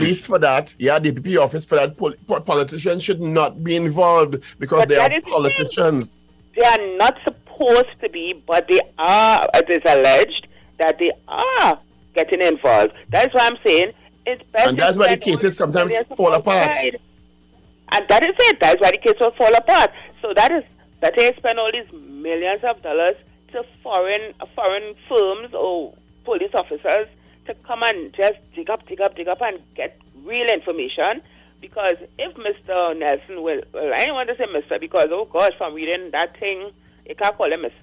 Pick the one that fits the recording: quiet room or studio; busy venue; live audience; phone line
phone line